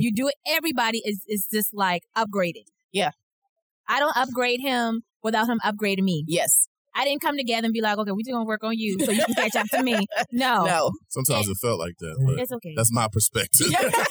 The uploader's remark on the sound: A Trenches BONUS episode that was recorded during Podcast Movement Orlando back in August.